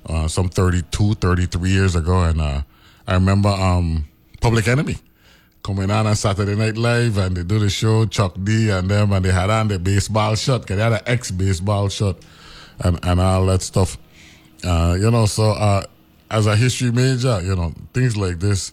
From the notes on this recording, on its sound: speaks on the phone